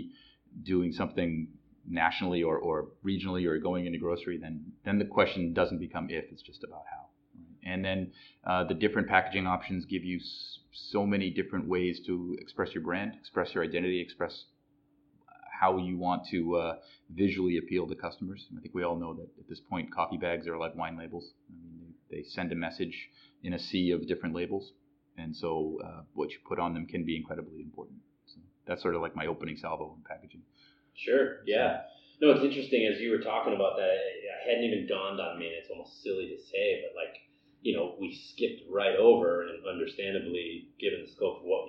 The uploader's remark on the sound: We apologize for the sound quality on these two episodes. We were recording under less than optimal circumstances.